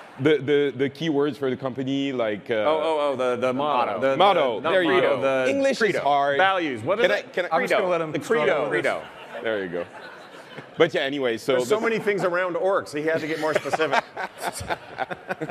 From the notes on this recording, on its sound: Our live panel from the Blizzcon Epic Stage!